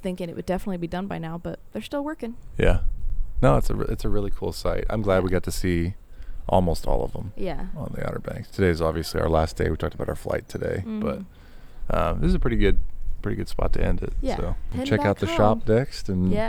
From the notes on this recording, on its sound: Recording this podcast at the physical site of each seaside sentinel. In the shadow of the lighthouses themselves!